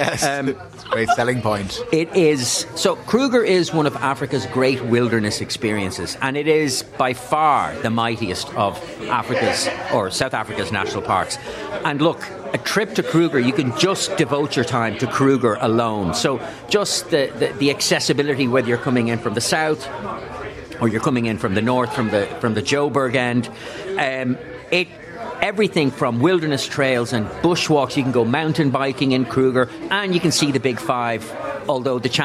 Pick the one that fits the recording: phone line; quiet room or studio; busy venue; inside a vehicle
busy venue